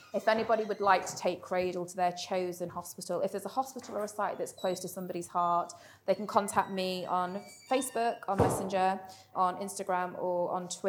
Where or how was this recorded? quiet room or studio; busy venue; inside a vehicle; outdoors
busy venue